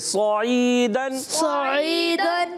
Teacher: یہاں صاد کیا ہے صاد موٹا کریں گے